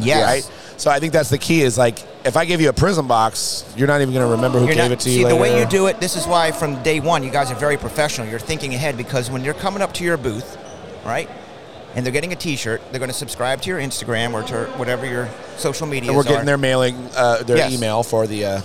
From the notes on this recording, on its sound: LIVE at the 2022 The National Sports Collectors Convention!